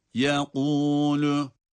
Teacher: Yekûlü hem kalın hem de kalkale olmadan okunma şekli doğru olanıdır